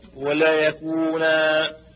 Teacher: فيوقف عليها بالألف بدل التنوين. وليكونن تقرأ وقفا وليكونا، وتوصل بالإدغام بغنة وليكونن من الصاغرين.